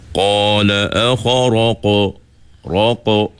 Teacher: Cuba betulkan huruf qaf. Huruf qaf tu qalqalahnya kena tebal.